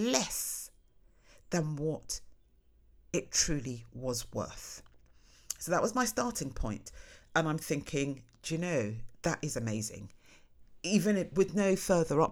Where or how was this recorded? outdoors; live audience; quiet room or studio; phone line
quiet room or studio